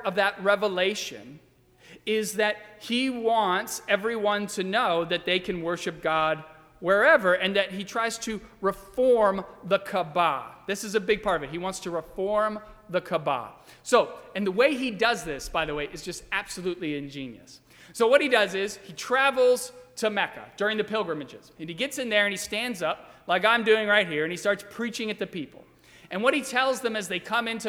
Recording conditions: large echoing room